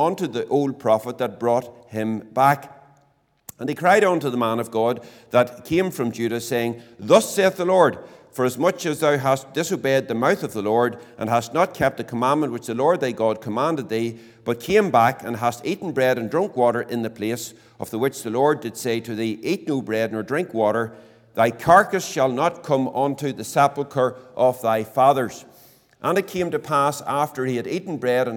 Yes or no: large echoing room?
yes